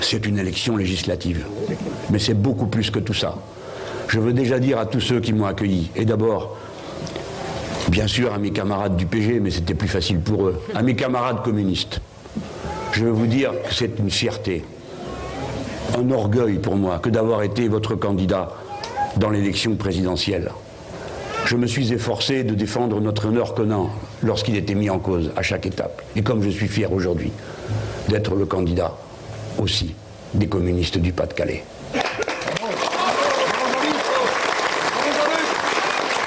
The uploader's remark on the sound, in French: Conférence de presse à Hénin-Beaumont dans le Pas-de-Calais